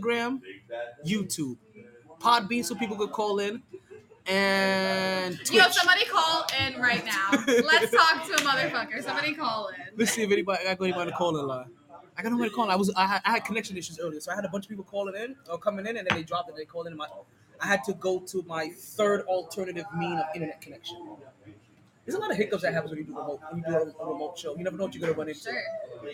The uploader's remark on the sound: Live From Sharkey’s, Interview in the Rain